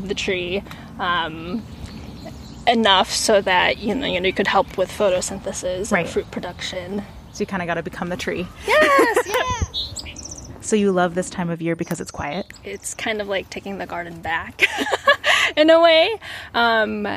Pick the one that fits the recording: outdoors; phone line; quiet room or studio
outdoors